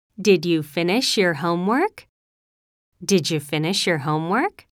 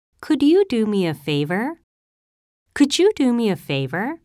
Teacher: In spoken English, the word you is often assimilated with the auxiliary verbs would, could, should, and did. The D sound at the end of the auxiliary combines with you to make a J sound. Note, this is true even when speaking politely.